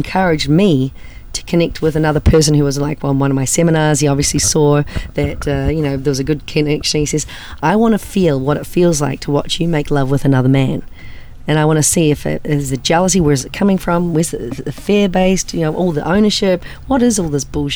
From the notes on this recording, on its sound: Join us on location from the SDC Cuban Cruise.